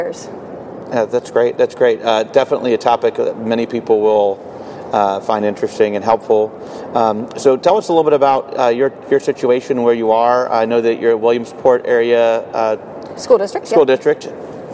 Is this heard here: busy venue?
yes